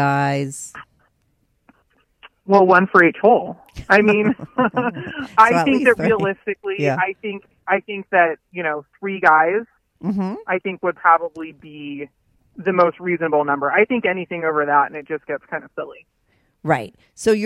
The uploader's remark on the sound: she called in to talk all about it